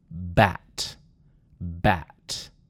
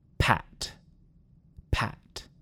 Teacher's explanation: If you put your hand on your throat and make the P sound, you'll feel a much smaller vibration. So the B sound vibrates, and P sound is slightly higher and doesn't vibrate. To make the P sound, squeeze your top and bottom lip together and explode out your breath.